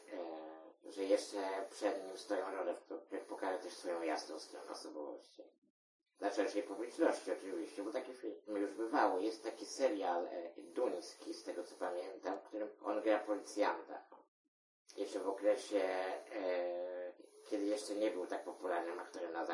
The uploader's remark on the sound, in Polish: Jakość dźwięku zapewne nie jest taka jakiej pragniemy, ale zamierzamy nad nią popracować w najbliższych odcinkach.